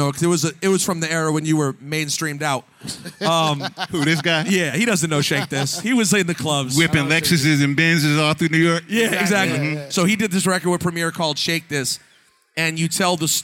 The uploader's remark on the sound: Live from Sneakercon in Detroit.